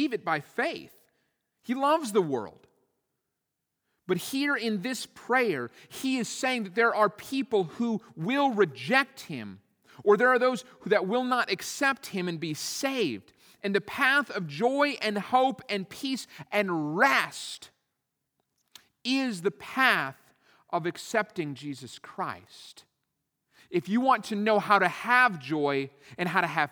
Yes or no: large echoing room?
yes